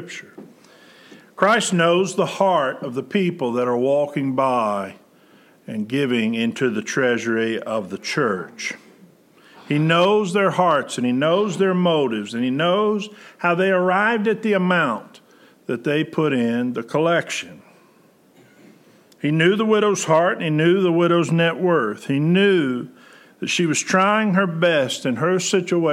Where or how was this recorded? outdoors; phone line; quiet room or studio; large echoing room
large echoing room